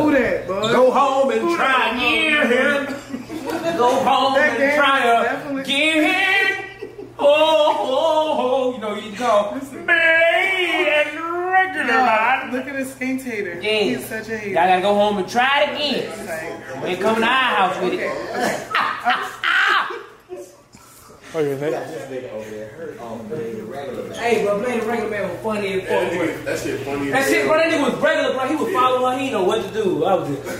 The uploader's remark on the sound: Recorded LIVE at The House of Blues Houston. Deliver a improv comedy show with a live band that will go down in history.